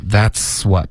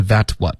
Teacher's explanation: 应该有一个思的音 that's what,不是 that what · Shown in: first take